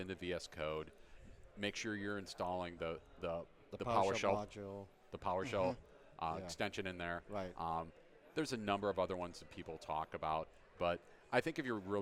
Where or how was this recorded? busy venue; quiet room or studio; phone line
busy venue